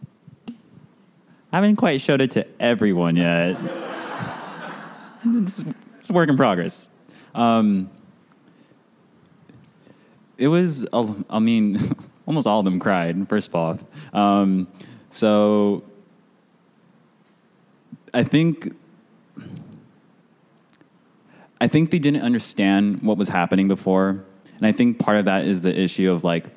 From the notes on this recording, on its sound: Our first ever PODCAST recorded LIVE WITH AN AUDIENCE... At BOX in Redwood City, Ca.